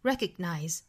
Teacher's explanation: 当然这个 g 呢我们是不完全爆破的